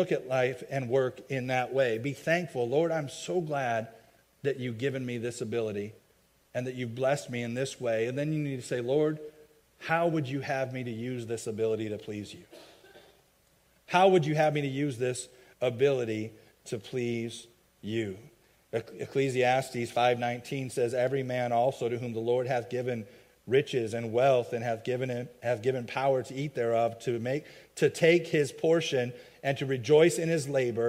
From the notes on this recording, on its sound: a message i preached at my home church, Faith Baptist Church in Chelsea, MI